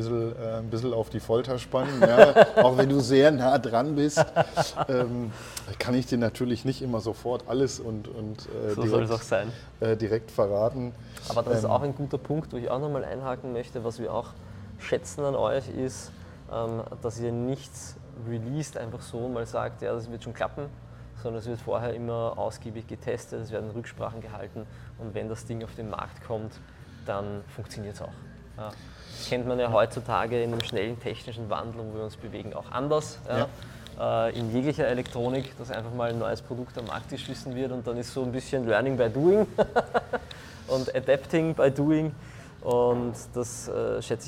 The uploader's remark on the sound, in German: live auf dem Jahreskongress temporäres Wohnen in Berlin